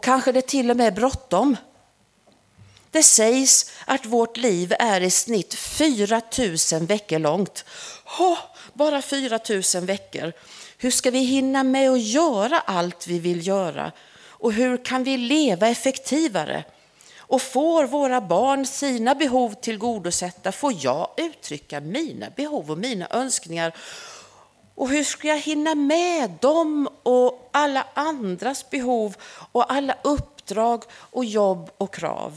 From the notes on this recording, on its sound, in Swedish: Inspelad under gudstjänst på Snäckan, Klintehamn.